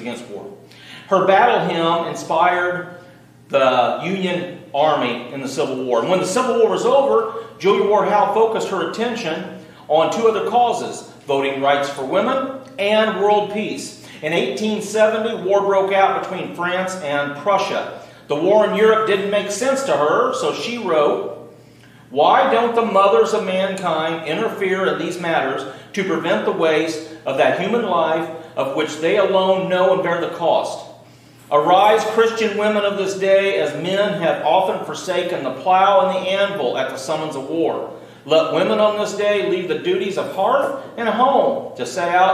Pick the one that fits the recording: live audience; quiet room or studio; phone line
live audience